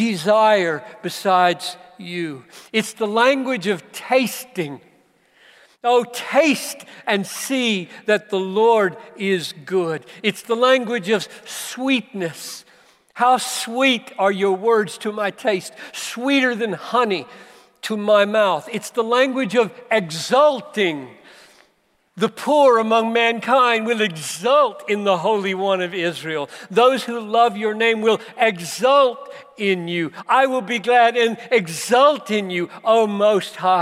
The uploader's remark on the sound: preached this message at the Bethlehem 2019 Conference for Pastors + Church Leaders in Minneapolis